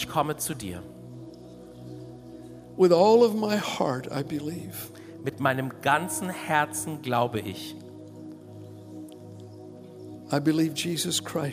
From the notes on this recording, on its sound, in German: aus unserem Gottesdienst